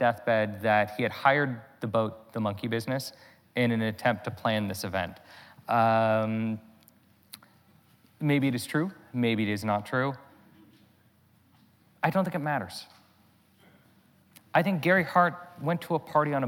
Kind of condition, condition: setting, live audience